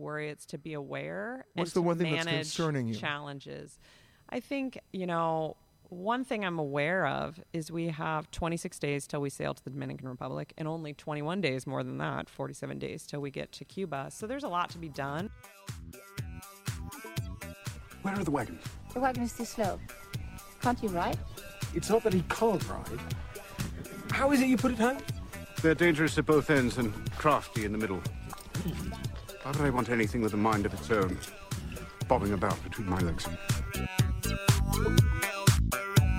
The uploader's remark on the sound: Comes from Fort Lauderdale and the site of the huge Seatrade Cruise Global Conference, the annual gathering of the cruise line industry.